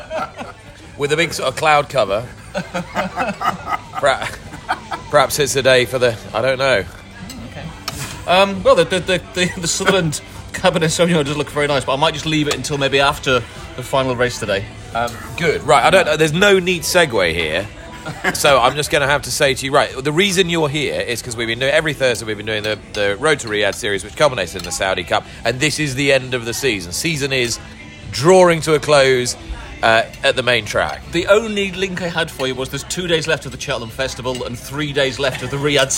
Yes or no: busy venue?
yes